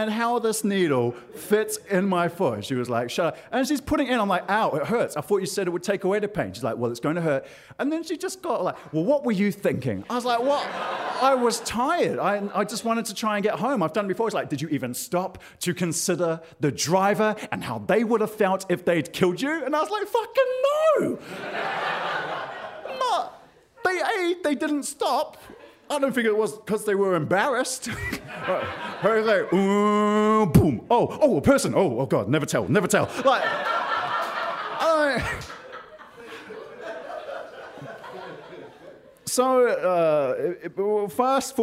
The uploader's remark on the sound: AUCKLAND ISSUE. In front of a live audience.